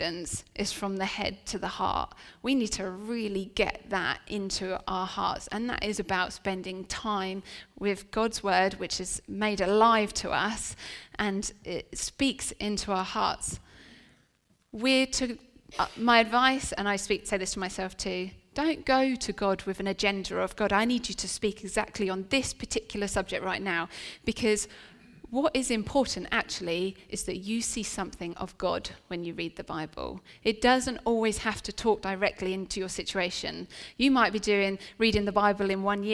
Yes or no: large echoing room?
yes